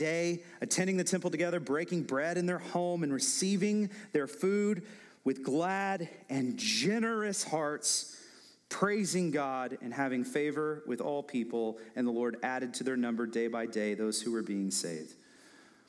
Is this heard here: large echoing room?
yes